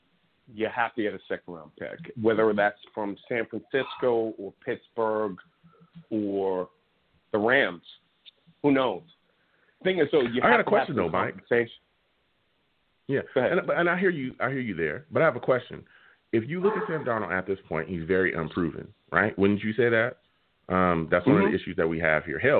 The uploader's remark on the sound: I take live callers!